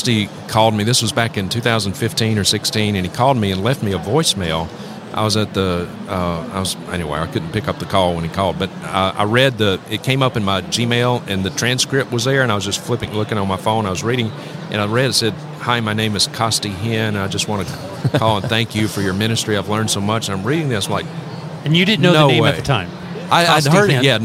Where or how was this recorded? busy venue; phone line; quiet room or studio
busy venue